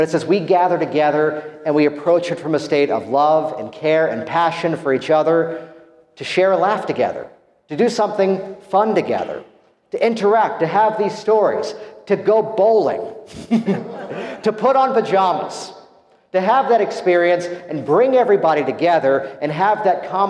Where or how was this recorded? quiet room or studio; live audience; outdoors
live audience